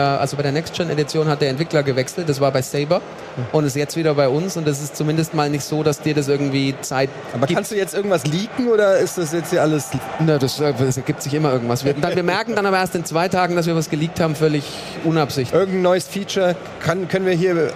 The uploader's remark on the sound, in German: Was wäre die GAMESCOM 2022 ohne ein kleines, feines realtalk ALMOST DÖHLI LIVE auf der ROCKET BEANS-Bühne!